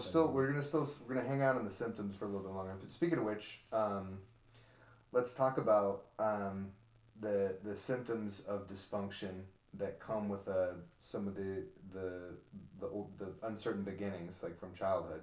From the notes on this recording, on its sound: This was recorded early on and since then we have learned a few audio tricks which we are still perfecting